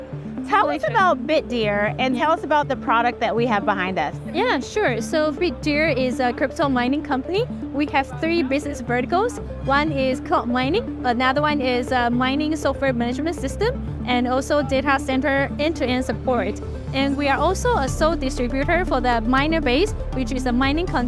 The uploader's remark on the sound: live at the Bitcoin 2023 conference held in Miami, Florida